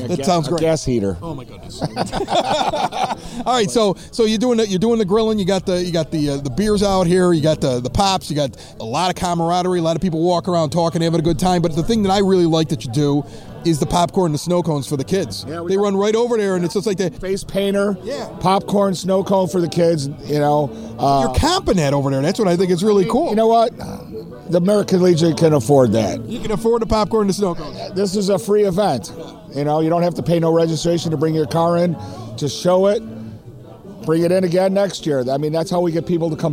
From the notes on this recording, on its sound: We recorded this "30 Minutes of Good" from Evergreen Park's Picnic In the Park on Thursday in Klein (Circle) Park and at The American Legion Car Show on Saturday. Many folks enjoying summer in the EP!